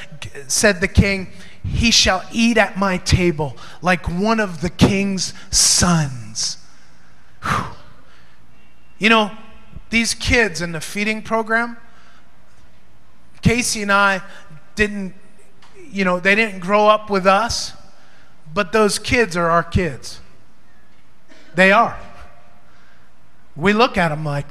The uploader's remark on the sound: Recorded during Maranatha Family Church's (Davao) Sunday Service at FIRE School of Ministry Philippines.